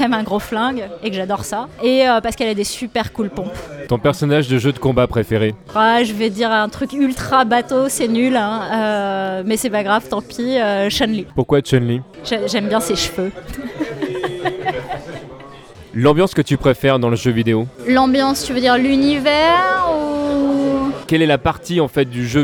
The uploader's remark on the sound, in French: enregistrée le 22 janvier dernier au " Canon de la Nation "